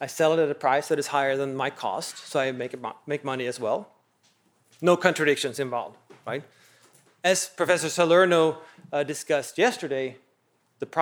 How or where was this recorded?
large echoing room